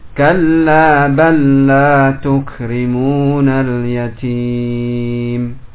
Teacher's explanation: Demikian pula di ayat yang setelahnya kalla bal la tukrimuna al yatim, kalla balla masuk pada lam yang kedua yang ada di hadapannya ya, sehingga tidak dibaca sukun